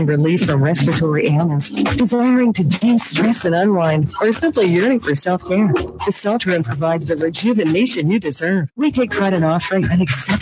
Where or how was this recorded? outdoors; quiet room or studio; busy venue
busy venue